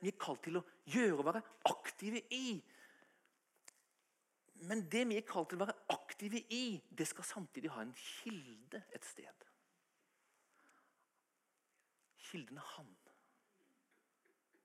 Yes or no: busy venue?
no